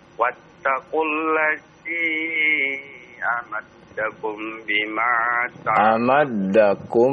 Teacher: mim bertemu dengan ba ya, ikhfa syafawi ya, ditahan dua harokat ya